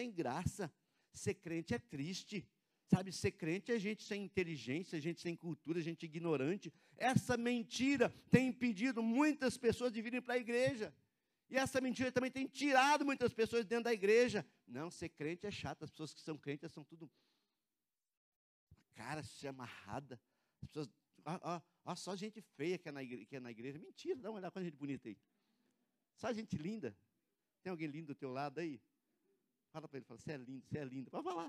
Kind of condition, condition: setting, large echoing room